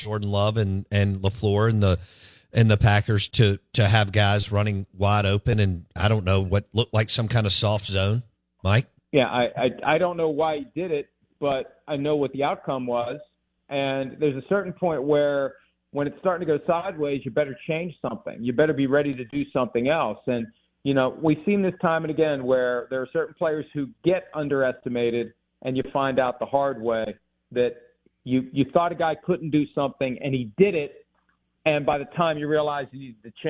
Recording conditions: phone line